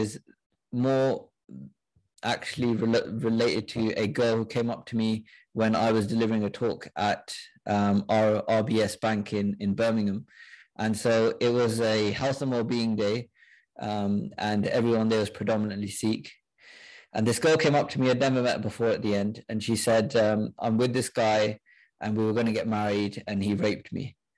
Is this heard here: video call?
yes